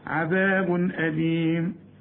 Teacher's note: برضو تنوين وبعده همزة، الهمزة من حروف الإظهار ما تغنش